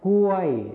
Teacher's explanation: ส่วนภาษาไทยถิ่นอีสานจะไม่ใช้คำควบกล้ำรอลิงนั่นเองค่ะ